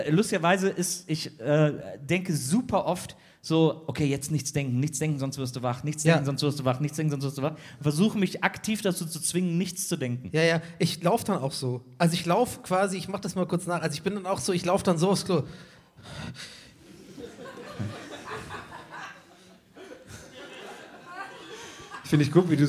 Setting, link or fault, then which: setting, busy venue